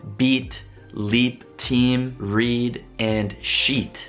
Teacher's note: Allora, quando dobbiamo fare la pronuncia di questa lettera, bisogna avere la lingua molto più rilassata piuttosto che tesa perché quando facciamo i la lingua è molto tesa